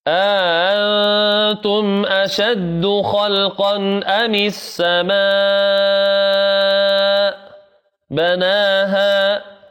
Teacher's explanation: التنوين لكن لا تسمعون غنى لما؟ لأن وراءها حرف من حروف الحلق